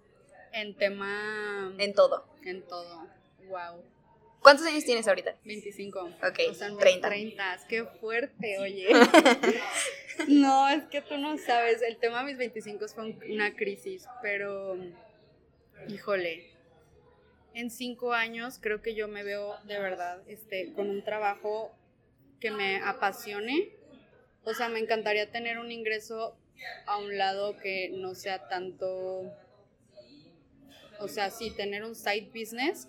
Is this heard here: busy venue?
yes